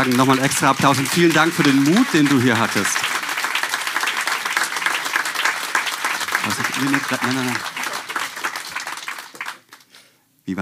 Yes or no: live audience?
yes